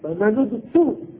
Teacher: أما إذا جئنا بالفعل في درج الكلام مثل آية ثمن، هنا الهمزة لا تلفظ ضمتها، فتقول فمن اضطر فقط الطاء عليها ضمه، والهمزة همزة وصل حذفت في اللفظ. إذا ابتدأ في الفعل، يعني إذا بدأنا في الفعل فهو يقول اضطر اضطر بضم الهاء بضم الهمزة والطاء.